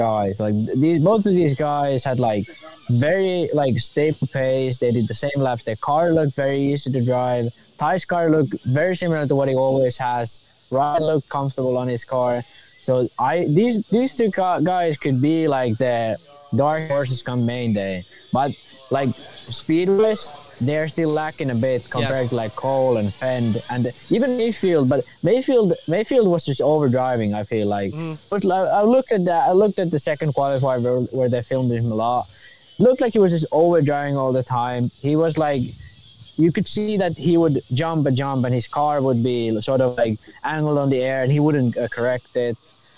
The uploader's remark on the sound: Live from Day #2 of Qualifying at the ROAR Fuel Nationals. Hopefully the internet cooperates with us and we can do this live so bare with us please.